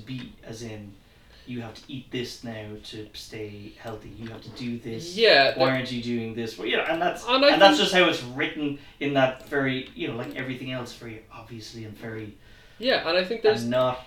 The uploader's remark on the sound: The editing is a bit rough and the sound could be improved.